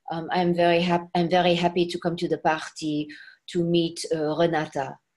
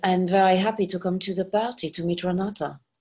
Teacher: she was talking with a French accent, but we had to take away all the R's · Shown in: second take